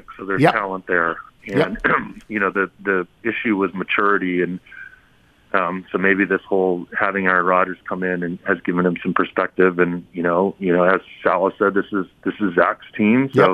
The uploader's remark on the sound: Phones in with his picks.